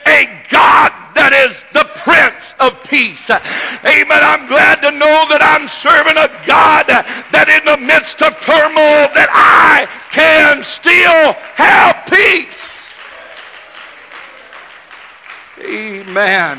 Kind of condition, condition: setting, large echoing room